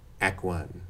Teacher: people do also take the K out of the K-T sequence